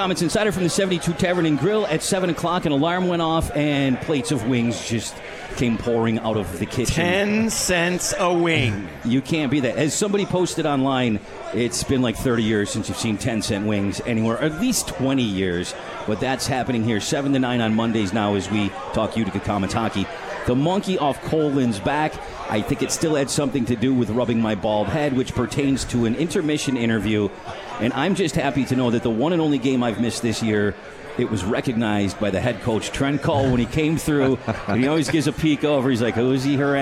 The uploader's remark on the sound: live from The 72 Tavern